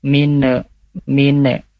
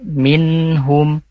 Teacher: pastikan nunnya tidak ada pantulan ya · Shown in: second take · Jadi tidak dibaca mine, mine ya, tapi minhum.